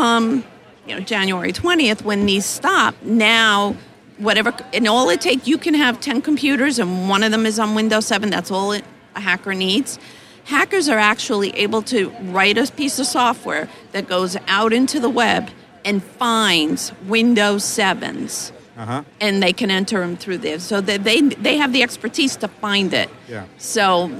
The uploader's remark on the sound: live from the Darby booth at the GNYDM 2019